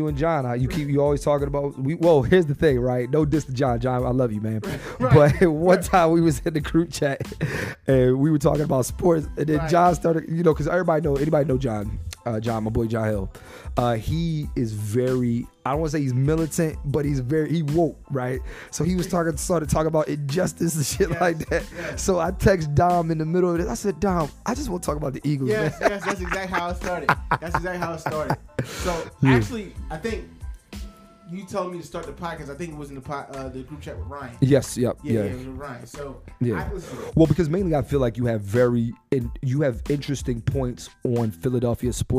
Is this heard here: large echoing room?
no